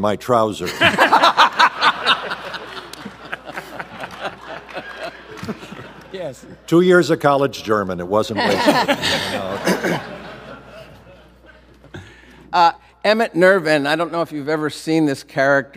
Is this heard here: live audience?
yes